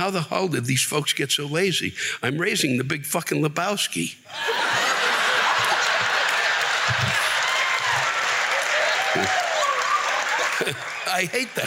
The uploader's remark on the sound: Whisking everything to Austin, TX where he set up shop at the Moody Theater (where they tape the iconic Austin City Limits).